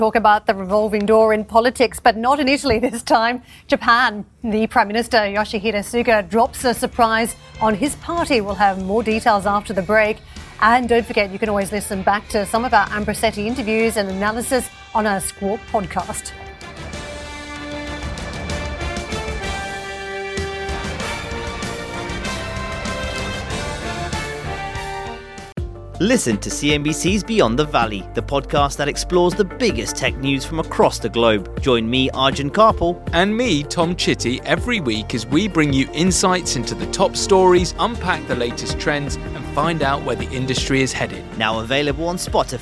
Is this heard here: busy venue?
yes